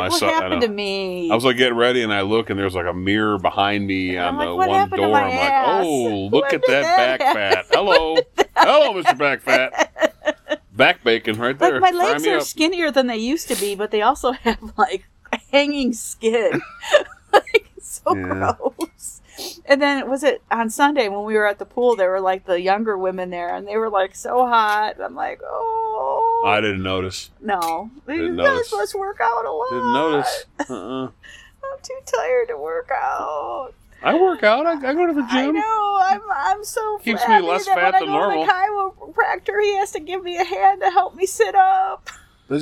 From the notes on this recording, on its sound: Recorded live at the golf course (er, overlooking the golf course).